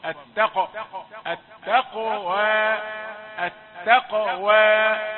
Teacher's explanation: الكسر، لا تضعف القلقلة بالالتحام بالواو سريعا، قول التقوى التقوى التقوى، قلقلها إلى الفتح لتتميز عن الواو التي هي أساس الضم